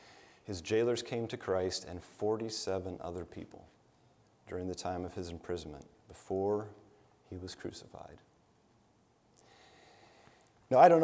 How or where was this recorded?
large echoing room